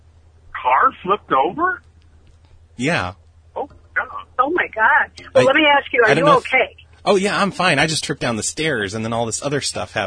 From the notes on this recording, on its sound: RBCP's Personal Prank Phone Calls Collection